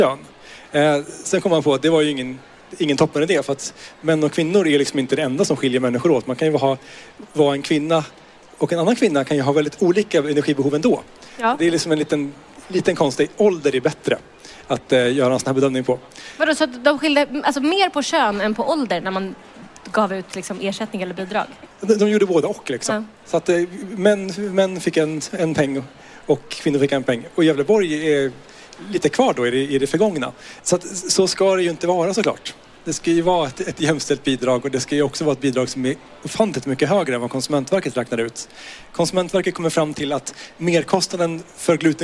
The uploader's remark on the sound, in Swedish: Poddar live från Mat för livet-mässan!